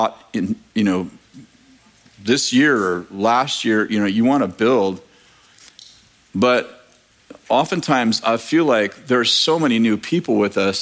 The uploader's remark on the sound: In this message from July 9th, 2023, at Bethel Church in Redding, CA